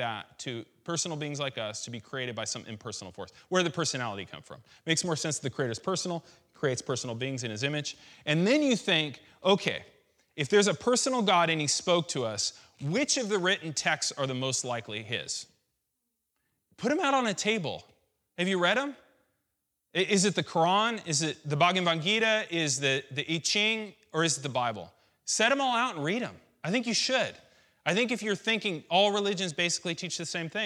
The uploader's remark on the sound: This message was recorded on July 17th, 2016 at our Menifee campus.